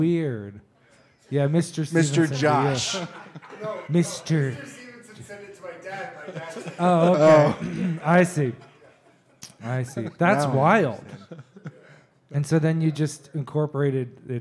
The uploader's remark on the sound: This episode - our second live one EVER - is packed.